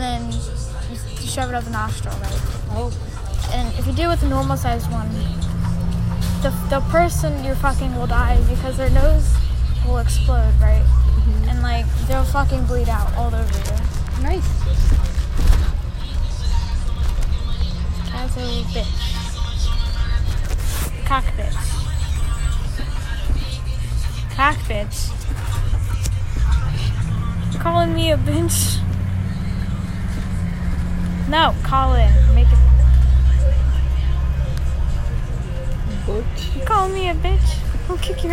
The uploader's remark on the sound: Recorded on a bus